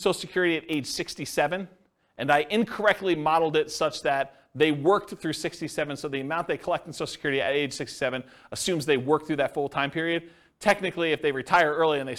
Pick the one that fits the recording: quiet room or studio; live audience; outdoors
live audience